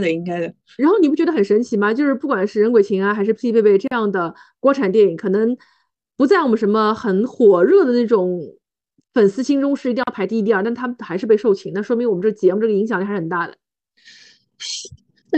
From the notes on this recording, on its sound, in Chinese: 本期节目是线上录制，音质欠佳，先抱歉了